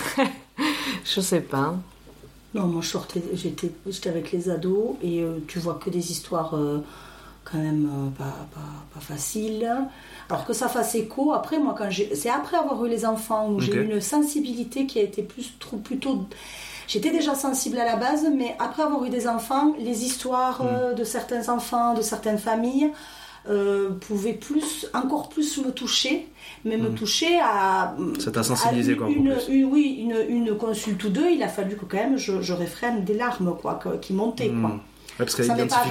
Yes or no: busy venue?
no